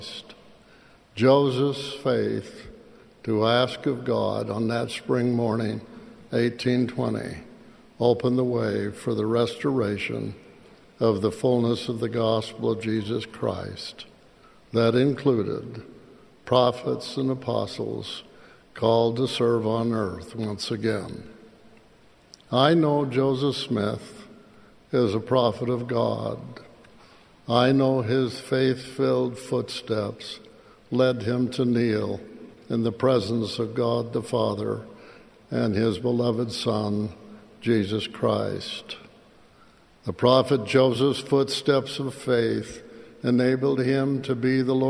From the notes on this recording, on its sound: The Saturday Afternoon Session of the 192nd Semiannual Church of Jesus Christ of Latter-day Saints General Conference.